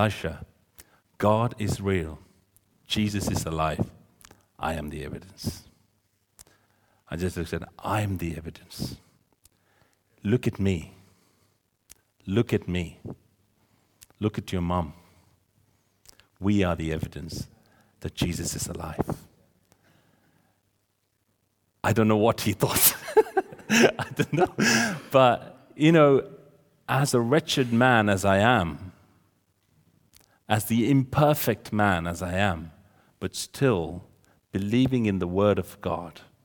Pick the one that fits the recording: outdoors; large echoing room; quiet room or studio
large echoing room